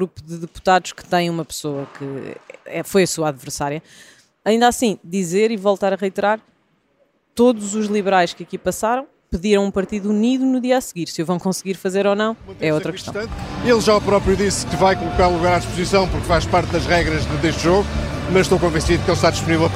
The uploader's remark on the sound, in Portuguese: Uma edição especial gravada no Centro de Congressos de Lisboa